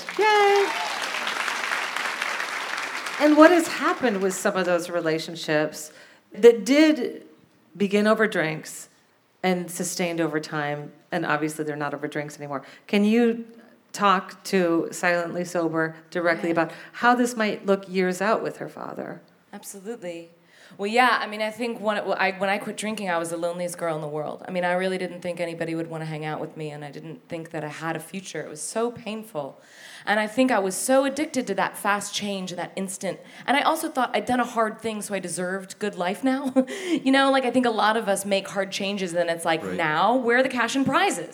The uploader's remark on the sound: Record the show in front of a live audience at Revolution Hall in Portland, OR.